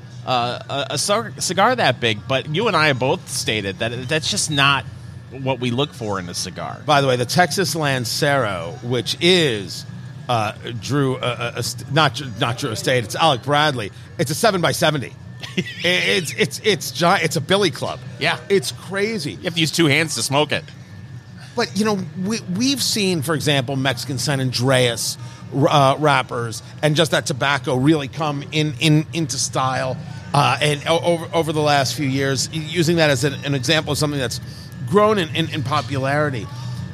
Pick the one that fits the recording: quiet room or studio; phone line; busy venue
busy venue